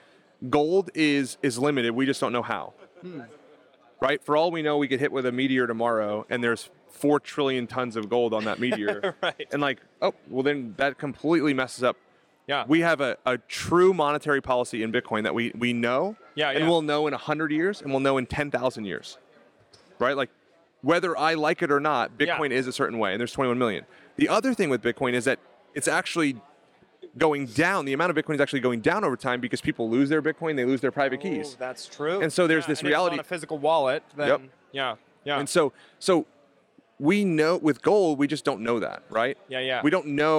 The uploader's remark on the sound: FLF conference interview.